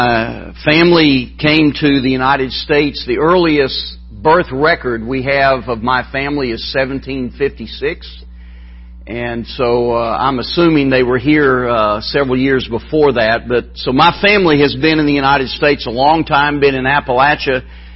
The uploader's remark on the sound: MBC Spiritual Renewal Service Morning Service